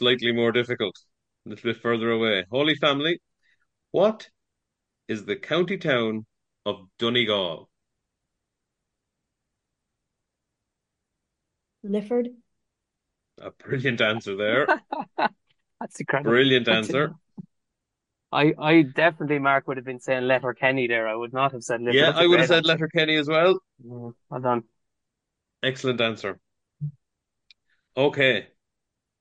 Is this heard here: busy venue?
no